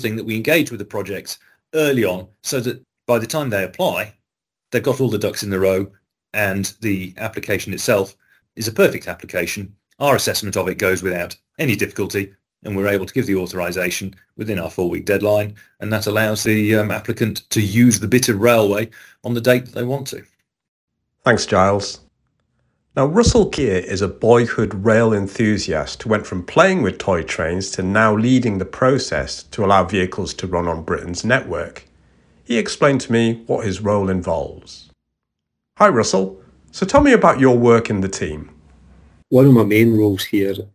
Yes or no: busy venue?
no